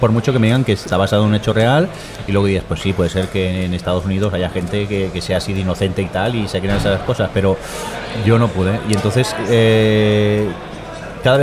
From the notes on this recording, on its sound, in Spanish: Festival de Sitges 2012. Hemos querido grabar el podcast desde el mismo festival y este año lo hemos hecho desde el hall del hotel Meliá Sitges, justo al ladito del auditori.